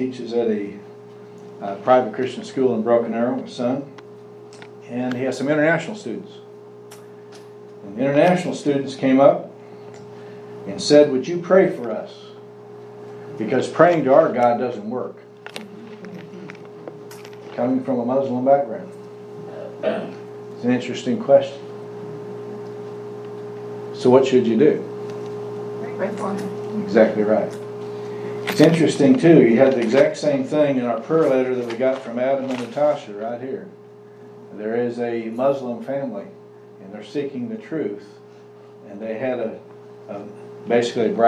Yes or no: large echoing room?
yes